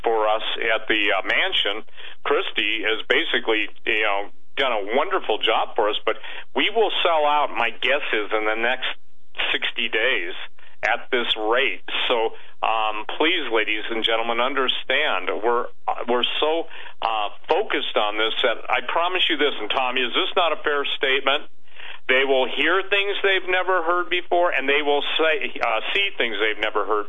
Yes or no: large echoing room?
no